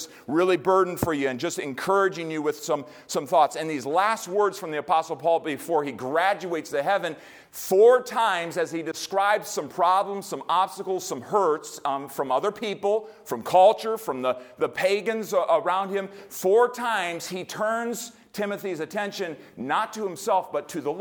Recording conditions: large echoing room